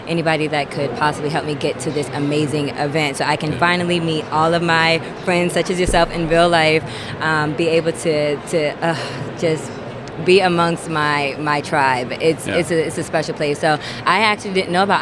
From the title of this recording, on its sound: Live from #IMEXAmerica